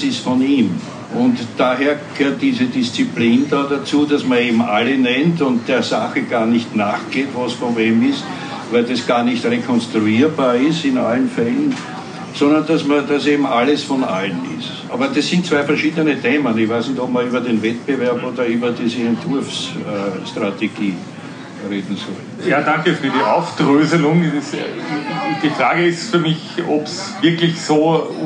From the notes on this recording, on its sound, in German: Live-Aufzeichnung | Podiumsgespräch Architektur Biennale 2023